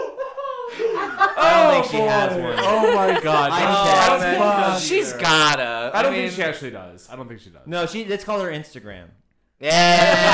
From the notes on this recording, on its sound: endless technical difficulties, echoes and peaking mics